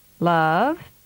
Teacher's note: Listen to the voice rise in pitch on the word love. · Term: rising glide